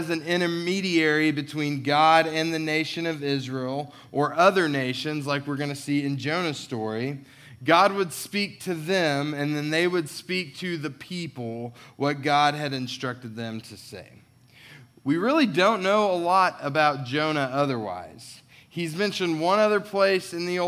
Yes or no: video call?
no